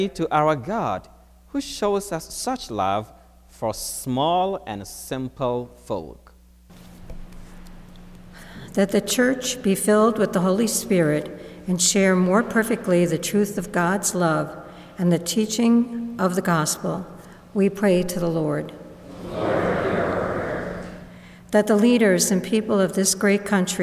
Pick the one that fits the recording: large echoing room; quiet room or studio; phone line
large echoing room